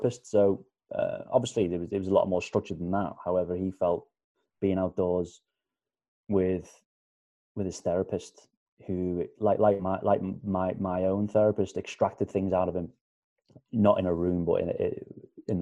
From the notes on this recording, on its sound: chatting to me via Zoom